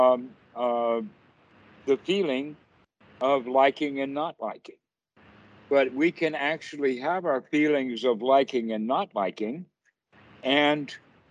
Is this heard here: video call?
yes